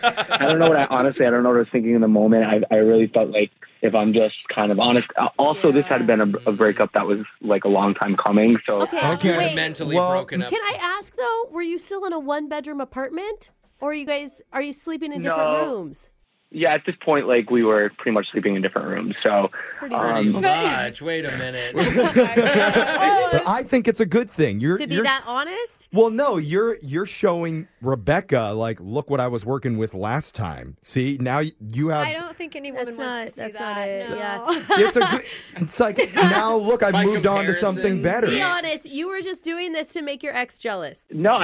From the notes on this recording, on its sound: The guy on the phone today